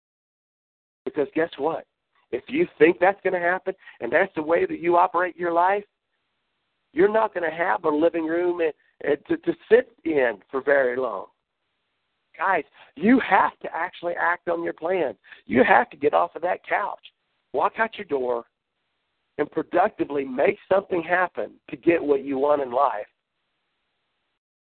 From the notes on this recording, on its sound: Team Elite Conference Call.